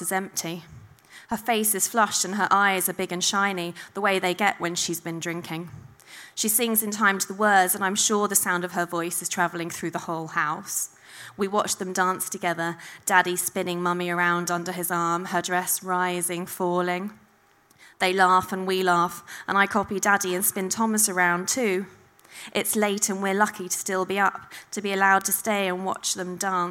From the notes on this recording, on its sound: at our regular venue Hootananny Brixton